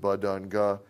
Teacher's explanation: a phonetic parameter like VOT that has some characteristic short values like those of buh, duh, and guh